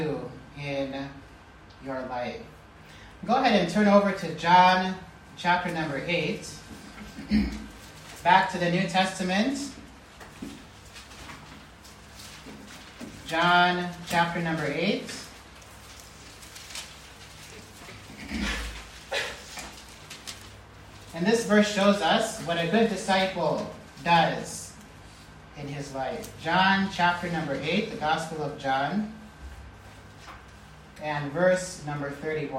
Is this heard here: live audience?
yes